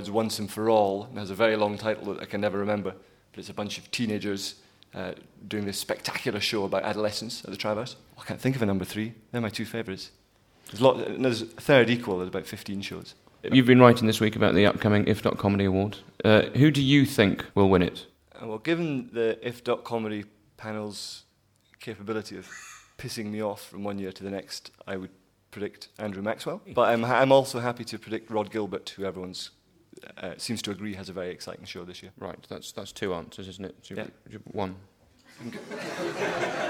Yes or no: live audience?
yes